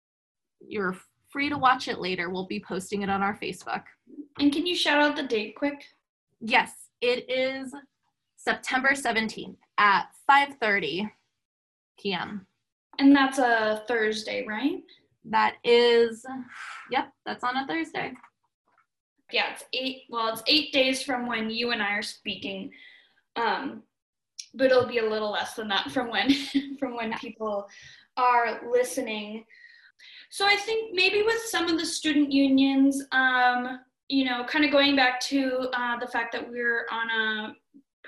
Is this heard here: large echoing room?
no